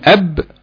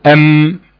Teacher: قلنا إن هما قريبين جدا من بعض، الفرق بس بينهم المنطقة من الشفة اللي بيحصل عندها تصادم بين الشفة العليا والشفة السفلى. قلنا في الباء بيكون التصادم بين الشفتين من الداخل، انطباق الشفتين بيكون من الداخل، بينما في الميم بيكون انطباق الشفتين من الخارج